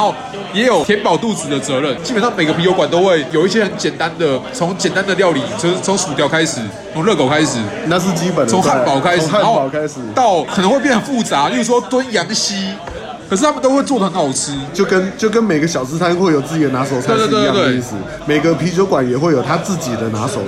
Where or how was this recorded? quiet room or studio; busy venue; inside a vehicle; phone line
busy venue